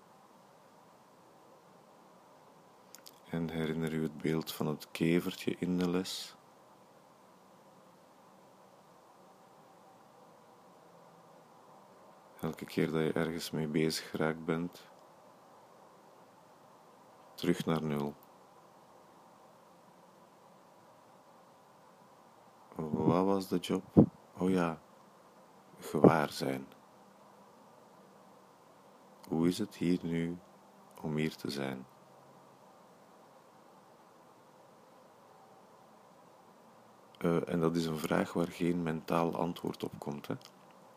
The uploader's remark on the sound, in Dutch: ik spreek gewoon in mijn telefoon, dus er zijn allerhande achtergrondgeluiden en technische onvolmaaktheden